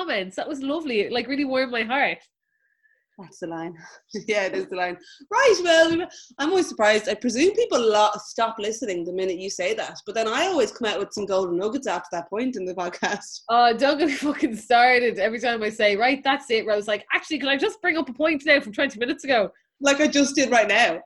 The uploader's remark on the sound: Listen back on our Zoom live show. Thanks to the bunch of sounder patrons who jumped on the call and joined in.